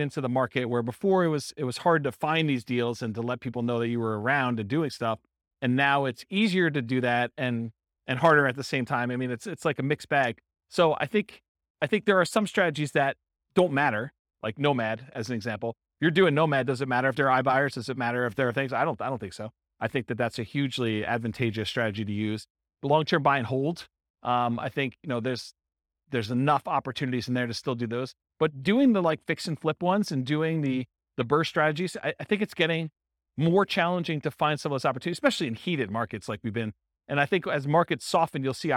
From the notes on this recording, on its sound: This was a live class recorded